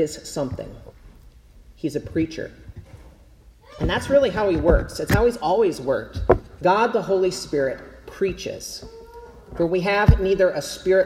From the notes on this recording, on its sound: Preached at Zion Lutheran Church in Winter Garden, FL.